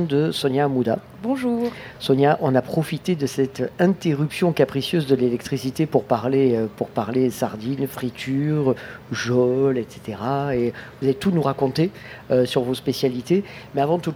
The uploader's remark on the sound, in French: Radio Grenouille au Street Food Festival 2022